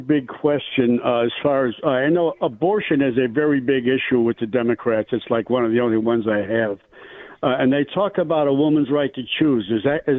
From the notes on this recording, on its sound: We play RANTS and take phone calls.